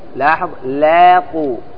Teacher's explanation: يعني أن الألف هنا مرققة تبعا لترقيق اللام، لترقيق اللام.